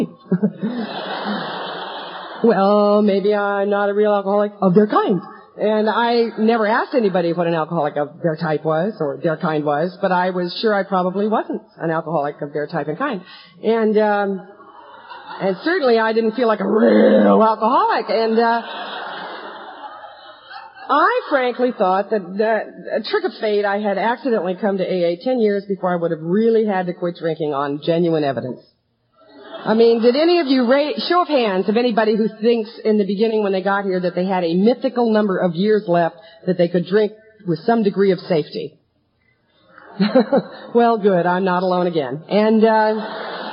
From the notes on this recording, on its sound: Telling her story at the 1997 Living Sober Conference in San Francisco (LGBTQ) NSFW.